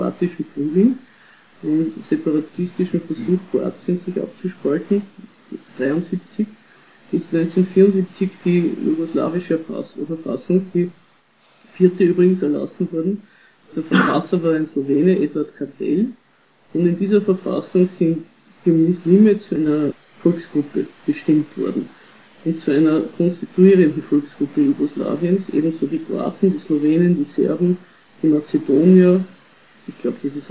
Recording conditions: poor sound quality